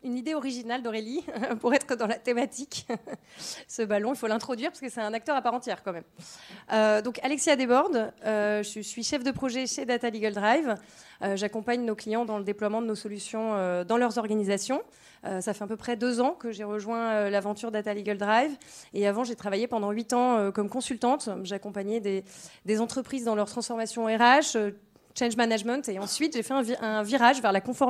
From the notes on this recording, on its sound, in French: Une conférence des RDV des Transformations du Droit - 7ème édition, 5 et 6 octobre 2023